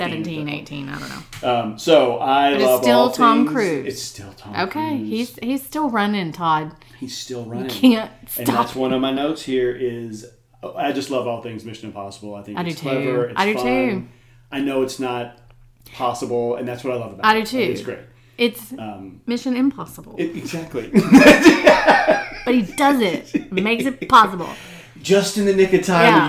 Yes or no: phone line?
no